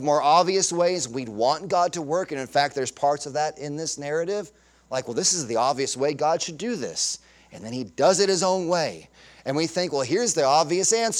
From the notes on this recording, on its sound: Sunday Morning Sermon Audio